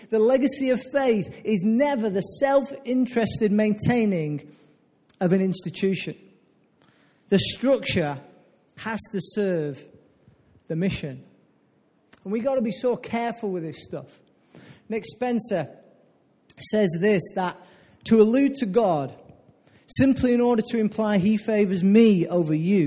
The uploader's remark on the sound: Recorded live at Life Church on Sunday 20th November 2016